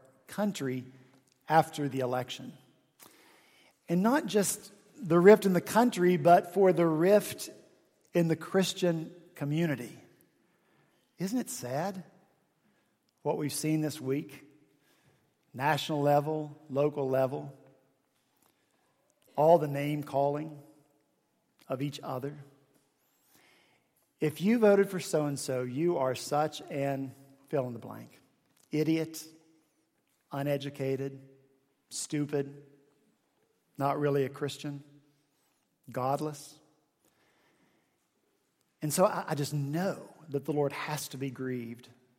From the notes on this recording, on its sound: at Redeemer Presbyterian Church in Charleston, SC